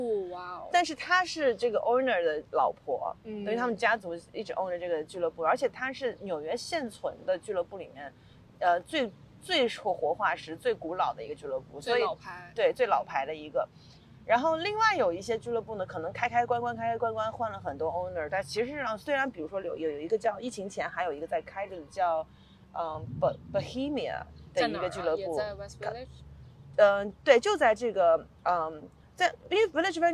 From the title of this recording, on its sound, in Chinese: 此刻我坐在纽约的中央公园